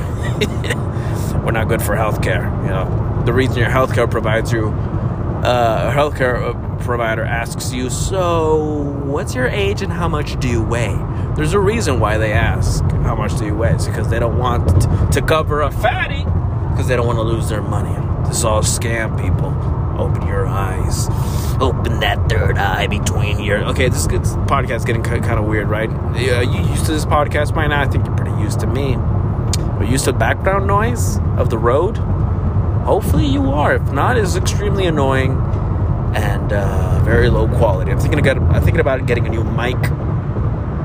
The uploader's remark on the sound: While driving to get my nose f**ked, to know if I got the pandemic juice.